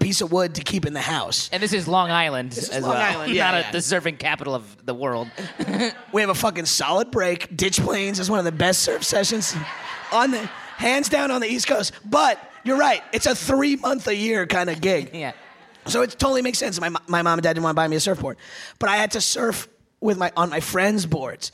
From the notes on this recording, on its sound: live at the Rub Club in Philadelphia